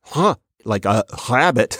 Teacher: you're not doing a liquid anymore. That's actually a fricative. That's one of the hissy sounds. · Term: uvular R